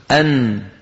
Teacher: النون أيضا من طرف اللسان كما نرى أمامنا، مع ما يحاذيه من اللثة تحت مخرج اللام بقليل، ويصاحبها غنة من الخيشوم